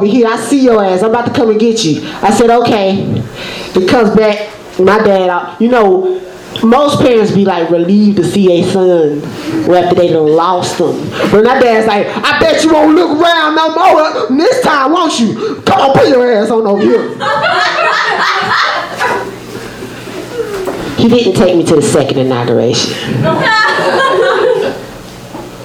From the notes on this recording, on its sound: Live from Genuine Joes